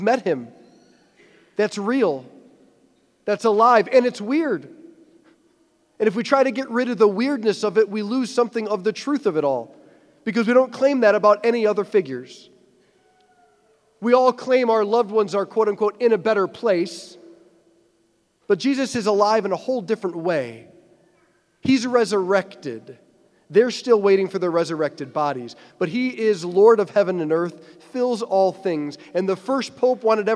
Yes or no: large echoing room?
yes